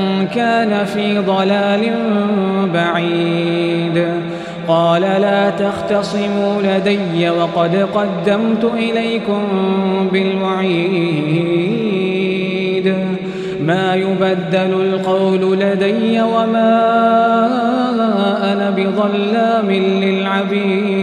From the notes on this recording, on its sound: Taraweeh 2019-1440 | Masjid Safia Kanoo | kingdom of Bahrain.